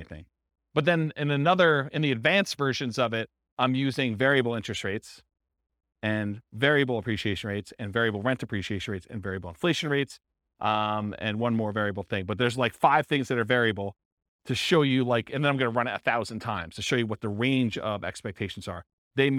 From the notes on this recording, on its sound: This was a live class recorded